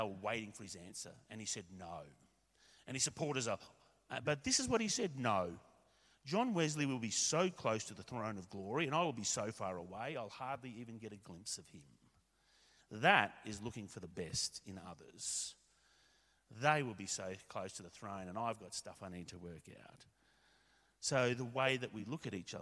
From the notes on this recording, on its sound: A recording of Shredder Sunday, our special service in Gayndah